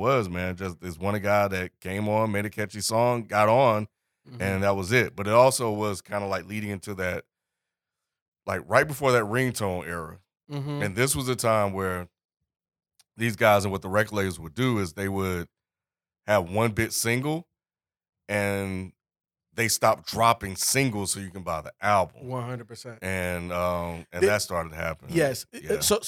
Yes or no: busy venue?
no